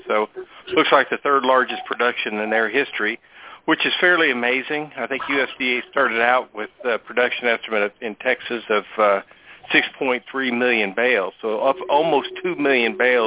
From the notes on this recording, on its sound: Monthly Conference Call